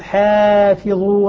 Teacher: رققت الألف تبعا للحاء